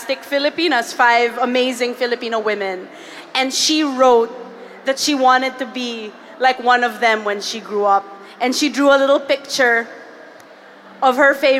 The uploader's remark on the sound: Live at the Hear For It podcast festival. Spoke at a live history panel at Hear For It, the first podcast festival in the Philippines.